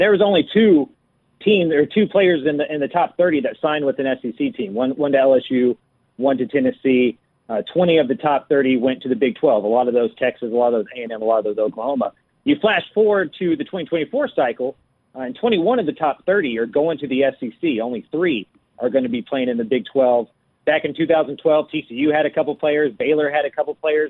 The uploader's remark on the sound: we continue taking your phone calls